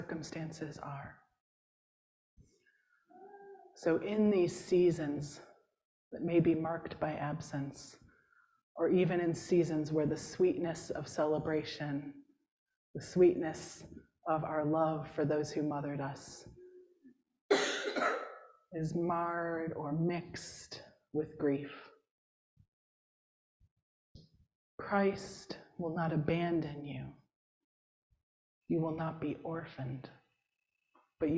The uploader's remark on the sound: Preached at St. James’ Episcopal Church in Hyde Park, NY.